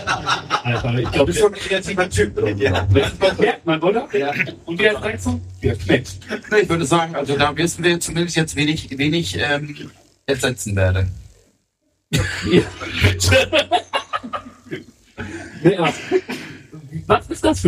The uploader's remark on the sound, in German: Unserem ersten Livepodcast von Firlefanz & Zaubertrunken aus Hamburg. Wir hatten leider ein paar tontechnische Probleme bei der Aufnahme und entschuldigen uns für die Tonqualität in dieser Folge.